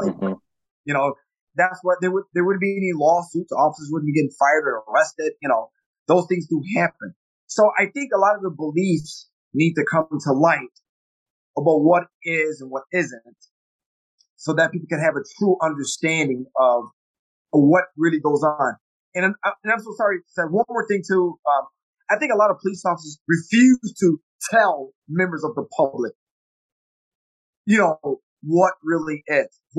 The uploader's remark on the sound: Apologies in advance for our sound quality